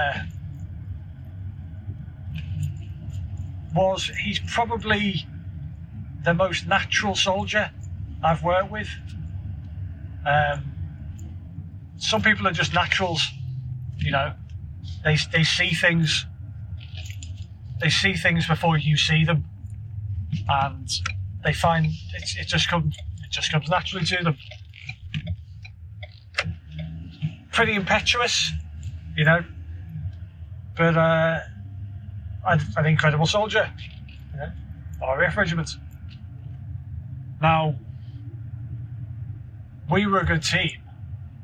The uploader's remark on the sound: Bit of an off the cuff filler episode whist I was driving back home from the office.